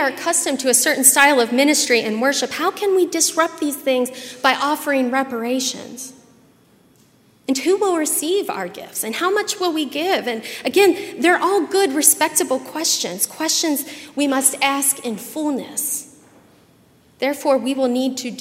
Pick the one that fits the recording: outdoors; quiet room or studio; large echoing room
large echoing room